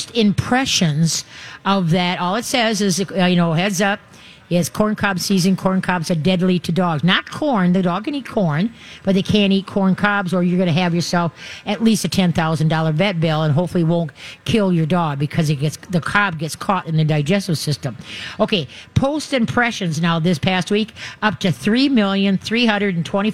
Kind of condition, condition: setting, busy venue